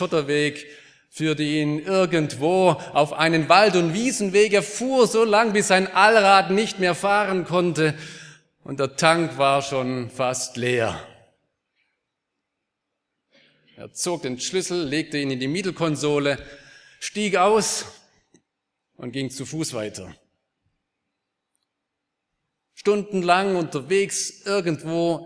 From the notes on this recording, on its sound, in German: aus dem Gottesdienst der Liebenzeller Mission vom 04.